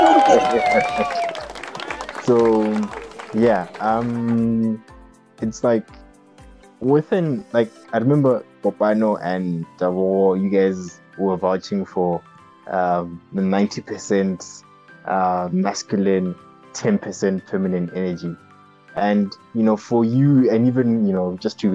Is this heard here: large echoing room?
no